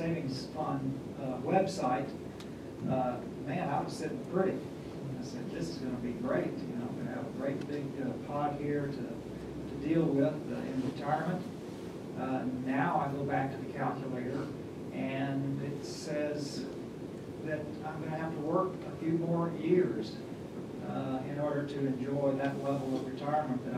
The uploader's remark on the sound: The Ripon Society held a “Bully Pulpit” Policy Conference. The conference was held from 11:30 am – 1:30 pm in the Eisenhower Room of the Capitol Hill Club, located at 300 First Street, SE, in Washington, DC. The conference featured speeches by three Members of Congress who had called for pension reform, followed by a panel of experts.